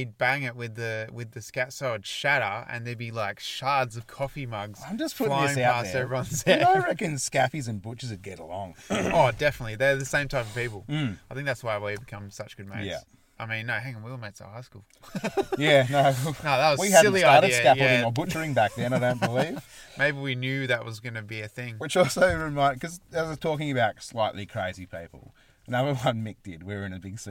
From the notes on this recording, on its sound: This week we are back in the car studio, getting the best out of the small space's acoustics and sensual basal tones.